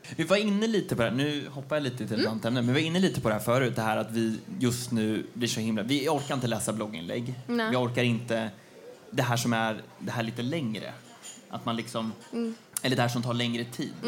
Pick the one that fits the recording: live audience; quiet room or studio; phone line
live audience